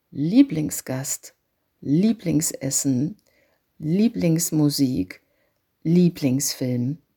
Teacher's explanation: Der Wortakzent, das heißt die Energie beim Sprechen, ist auf dem ersten Wort. Man sagt also Lieblingsgast, Lieblingsessen, Lieblingsmusik, Lieblingsfilm.